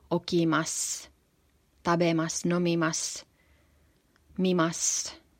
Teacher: sanan lopussa oleva u myöskin jää ääntämättä tai äänetään heikosti, niin kuin okimas, tabemas, nomimas, mimas.